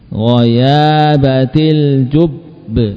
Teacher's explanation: Qalqalah pada huruf ba yang bertasydid ketika waqaf terasa tertunda.